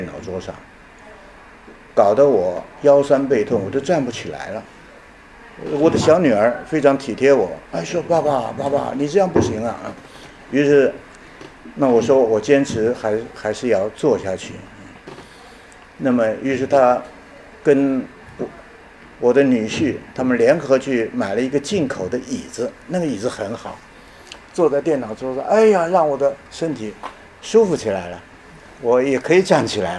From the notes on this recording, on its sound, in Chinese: 本论坛是由 兴全基金与 复旦大学、中国科技大学、同济大学合作发起的 一项高端人文论坛。本系列音频是由“复兴论坛”系列讲座录音整理而成。